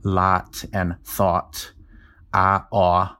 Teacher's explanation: there are dialects east of the Mississippi that pronounce those as two different vowels